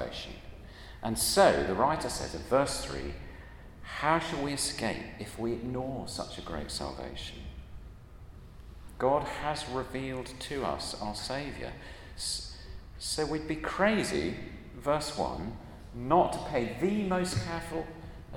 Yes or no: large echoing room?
yes